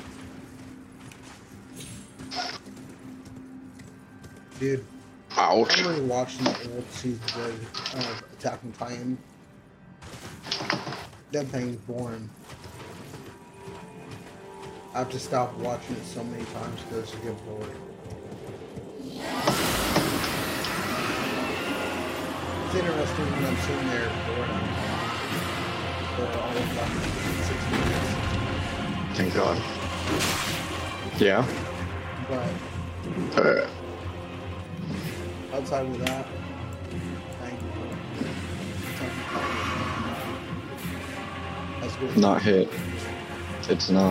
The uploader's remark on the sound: Honestly the audio on this episode is beyone scuffed despite the editing.